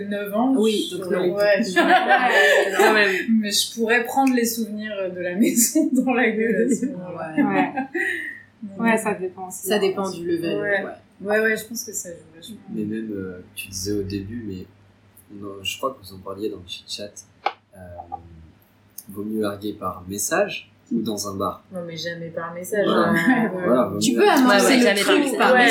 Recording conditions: sounds in the background